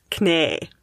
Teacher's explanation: that double E was once pronounced as literally like a longer version of the vowel, which at the time was kne.